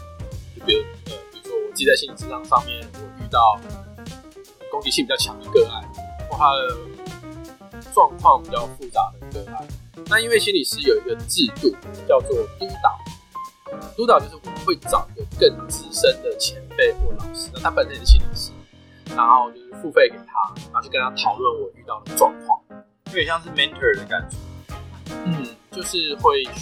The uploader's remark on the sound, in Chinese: 本集音檔為 2019 年錄製，錄製時收錄較多環境雜音，已降噪處理加上背景音樂